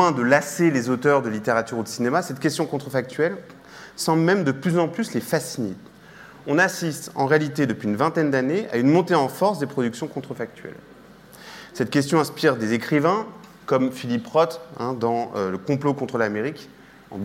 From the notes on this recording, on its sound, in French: Conférence enregistrée lors de la 5e édition de la Nuit de l'ENS (en partenariat avec France Culture, Libération, HugoDécrypte, Philosophie magazine).